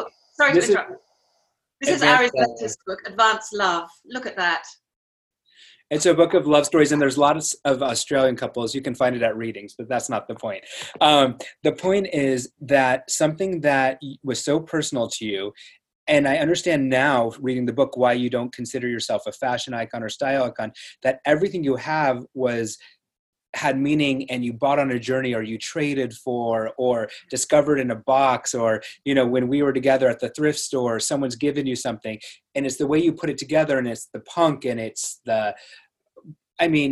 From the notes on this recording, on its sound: This is a live recording of an online event hosted via Zoom during the Covid-19 crisis.